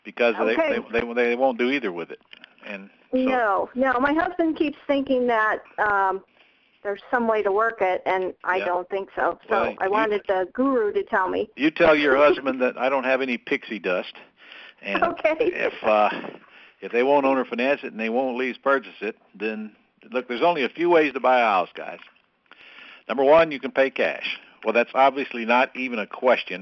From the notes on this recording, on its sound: Q&A Call